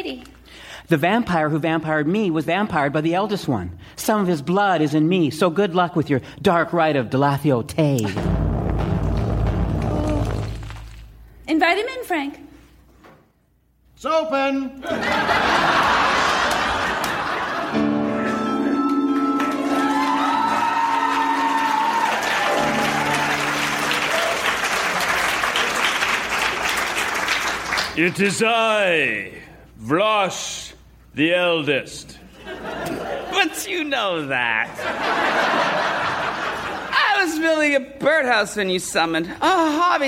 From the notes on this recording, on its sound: Recorded Live 8/6/2011 at Largo, Los Angeles.